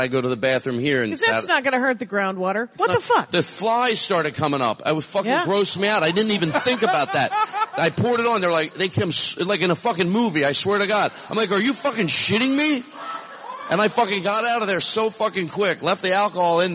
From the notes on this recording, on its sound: Live at Sketchfest. I did a live Dork Panel.